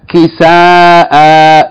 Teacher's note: In the pause form. Even though there's no aleph written after them, you have to read it as though there's an aleph. It's going to be elongation if you stop on it.